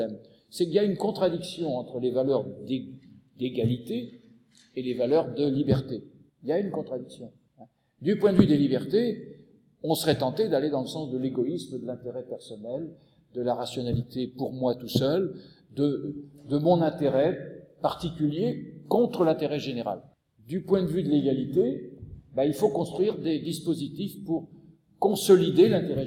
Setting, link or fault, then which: setting, large echoing room